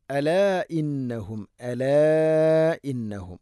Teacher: മദ്ദിൻ്റെ അക്ഷരമായ അലിഫിന് ശേഷം ഹംസ അടുത്ത പദത്തിലാണ്, നാലോ അഞ്ചോ ഹർക്കത്ത് വരെ നീട്ടാവുന്ന മദ്ദാണ് · Term: മദ് മുൻഫസിൽ